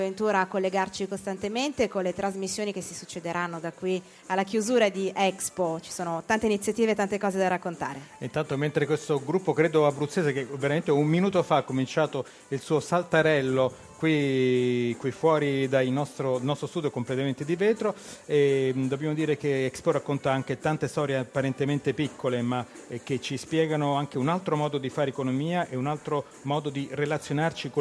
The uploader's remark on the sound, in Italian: In diretta da Expo 2015.